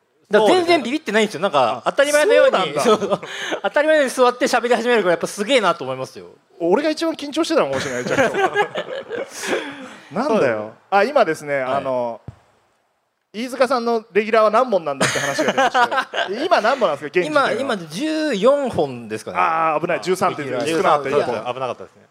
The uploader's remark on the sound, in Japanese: ラクーアガーデンステージで行われた公開収録。